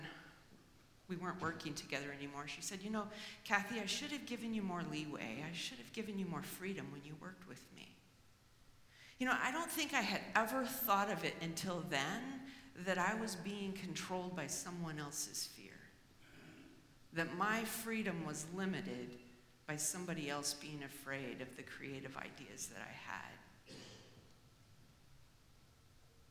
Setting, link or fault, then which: setting, live audience